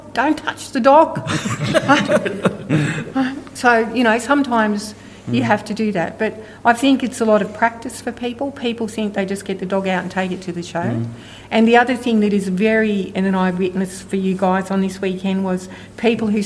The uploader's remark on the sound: our first ever live podcast recording